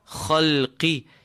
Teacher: You would then distort the qaf, making it too full. The qaf is affected by a kasra, it's less full. Khalqi, you connect it with the next word because of the shadda on the ra.